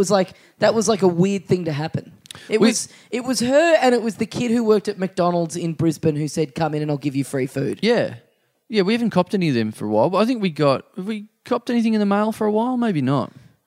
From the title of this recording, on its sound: Live in Maryborough!